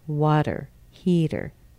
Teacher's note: Nice strong stress on the first syllable there, the wa and the he.